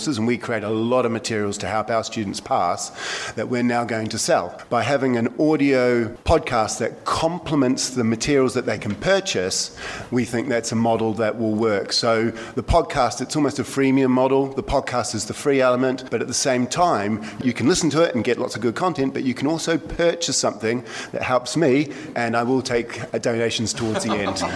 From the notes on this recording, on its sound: Panel discussion on wine podcasts during wine2wine 2018. Panelists also answer questions from the audience.